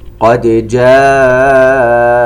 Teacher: ننتبه إلى الدال، نقلقلها ونظهرها ولا نضغمها في الجيم ولا نقرأ قد جاءتك.